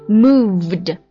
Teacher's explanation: 因为它最后结尾的是 v 音嘛， v 它是轻辅音 f 的一个对应的浊辅音的 v